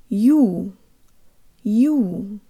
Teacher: Ю is a diphthong made of two sounds, a Y sound and an U sound. To get a real Russian U, it helps to move our jaw slightly forward, to stick our lips out way further than we would in English, and to keep the tongue low, thinking of a cup shape.